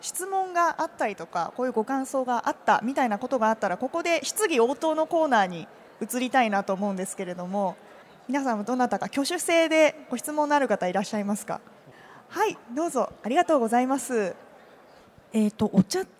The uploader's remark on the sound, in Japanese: CRAFT SAKE WEEK 2023 at ROPPONGI HILLSにて公開収録。